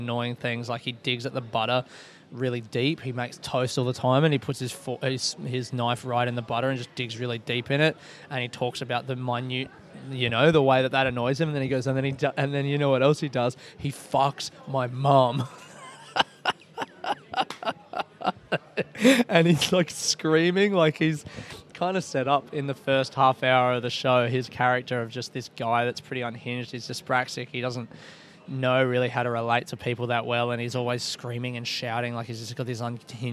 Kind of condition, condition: setting, busy venue